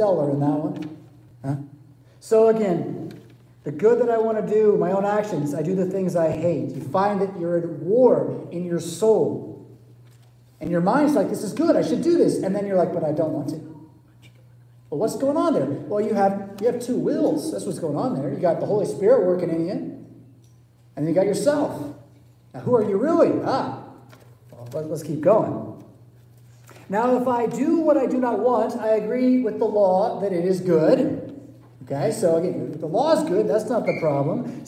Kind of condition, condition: setting, large echoing room